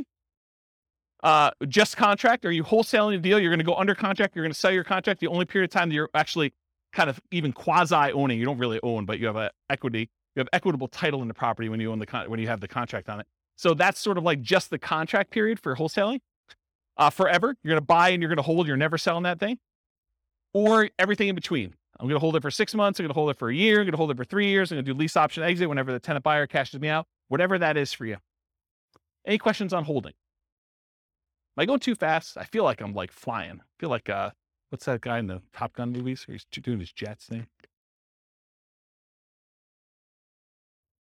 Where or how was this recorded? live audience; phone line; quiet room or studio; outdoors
live audience